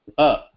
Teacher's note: Pha is like pushing the air much more harder and closing both the lips together